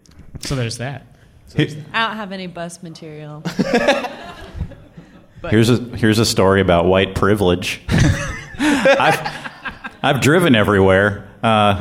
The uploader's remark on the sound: Improv comedy on stage live in Portland.